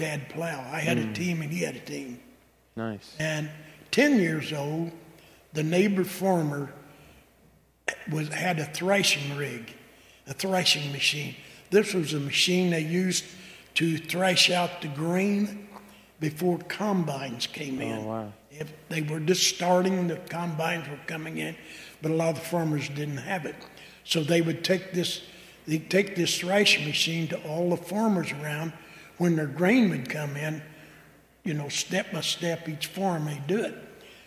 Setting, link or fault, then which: setting, large echoing room